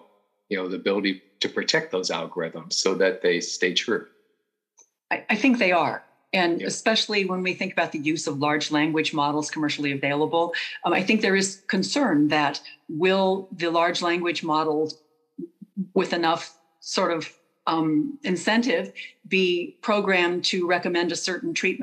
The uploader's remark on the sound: From WEDI's September 2023 virtual spotlight. Part 1 of our panel discussion on privacy and security concerns.